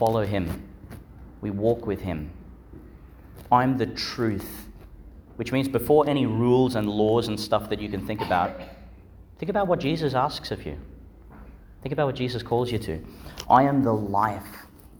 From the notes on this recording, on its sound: Delivered in Our Lady Star of the Sea Church, Gladstone, Qld. Joined by two year levels from St John the Baptist Catholic Primary School.